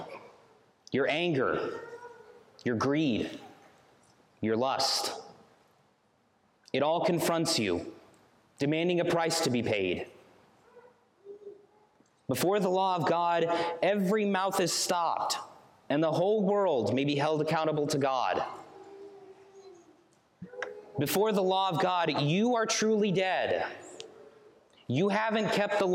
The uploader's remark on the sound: Sermon preached on September 24, 2023